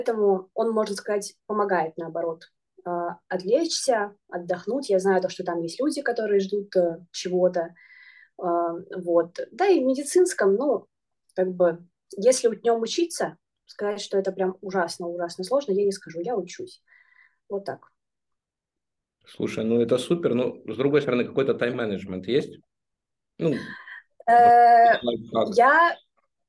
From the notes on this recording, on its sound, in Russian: мы записали новый зумподкаст